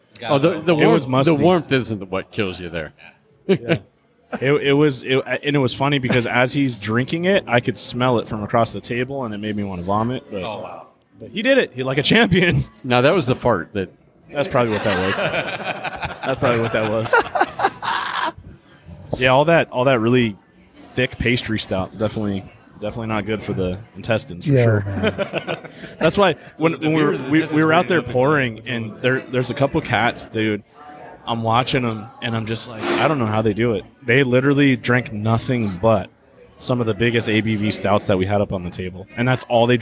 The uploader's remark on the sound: Record on location during the most EPIC event. The Trifecta Bottle Share Hosted by The Craft Lounge, Hip Hop Craft, Beer Thug Life and Louie's Liquor! Located in Beaumont, CA.